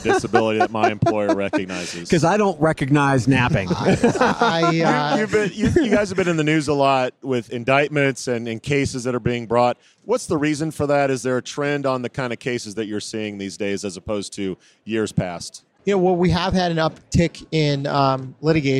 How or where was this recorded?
busy venue